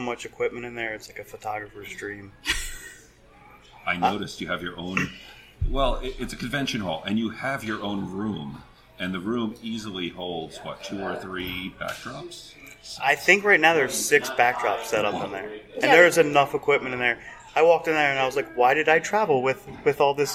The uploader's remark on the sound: Brought together over 400 rope enthusiasts & instructors from all over the world. This gathering of legendary riggers made Orlando the temporary center of the roping world and we were able to conduct 6 interview from the convention floor.